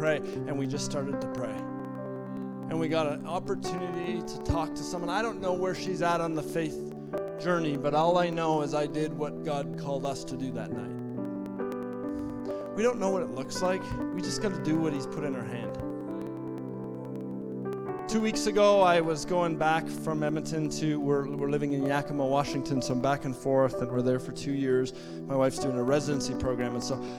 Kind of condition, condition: setting, large echoing room